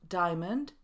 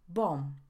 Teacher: Często słyszę wymowę diamond, bomb, a powinno być diamond ze szwa i niemym b